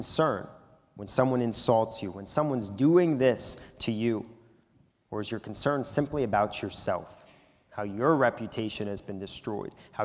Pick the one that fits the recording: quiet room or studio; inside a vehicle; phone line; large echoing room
large echoing room